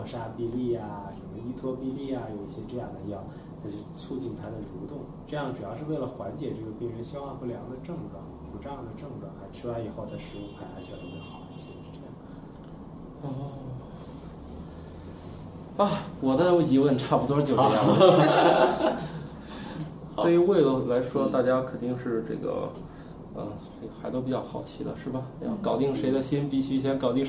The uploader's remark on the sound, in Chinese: 本期节目为在张大妈办公区用录音笔录制，可能有街道上的杂音，请见谅。